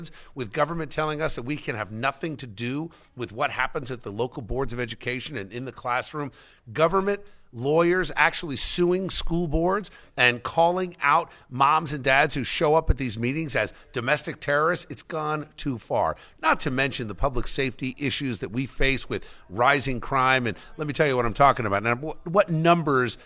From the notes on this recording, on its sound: we are LIVE from the Bridgewater Manor in Somerset County for the Women for Common Sense Holiday Luncheon